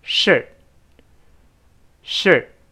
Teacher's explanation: 读快了之后最后那个 t，失去爆破，舌尖顶住，憋住气